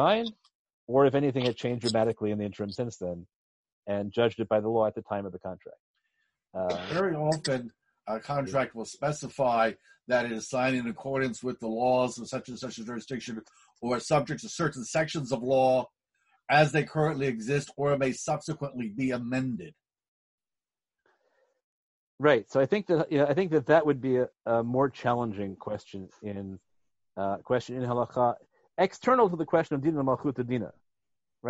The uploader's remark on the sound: In a lecture given recently over ZOOM.